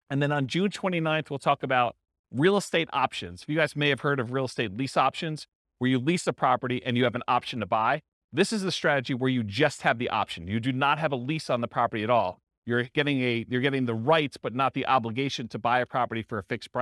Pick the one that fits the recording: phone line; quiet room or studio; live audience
live audience